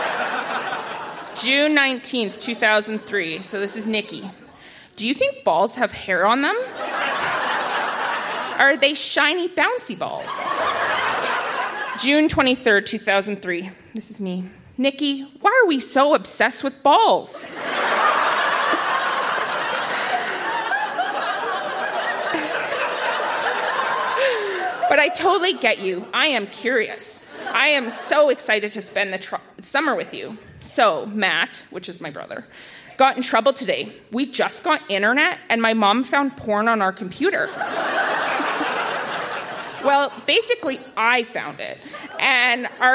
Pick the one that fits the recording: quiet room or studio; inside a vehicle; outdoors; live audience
live audience